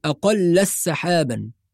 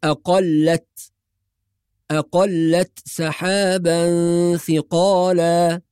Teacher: يعني لازم نحافظ على إظهار التاء ساكنة · Shown in: second take